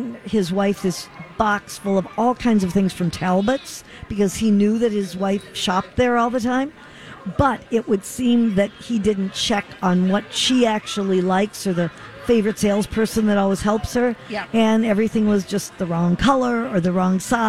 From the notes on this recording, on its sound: Live broadcast from the Children's Theatre Company. They answer young callers questions.